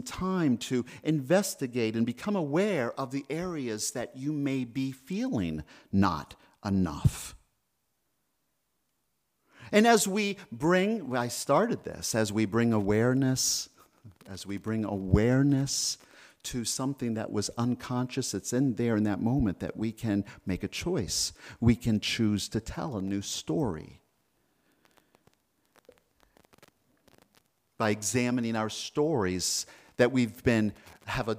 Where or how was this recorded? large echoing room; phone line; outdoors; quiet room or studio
large echoing room